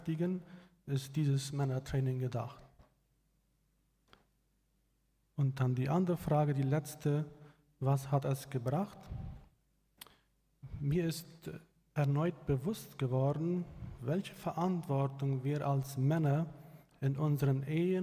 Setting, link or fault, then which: setting, large echoing room